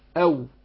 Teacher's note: لكن الواو بتخرج من الشفتين بس مع انفتاح الشفتين